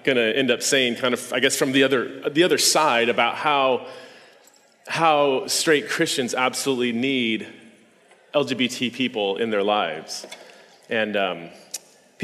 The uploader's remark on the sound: This podcast is a recording of a talk I gave at this year’s Revoice conference in Plano, TX.